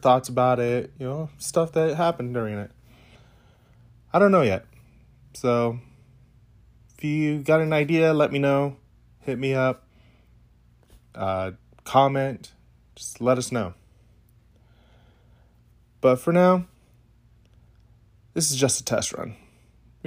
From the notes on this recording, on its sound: Starting this adventure just using my iPhone 12 Pro Max and iPad Pro 11.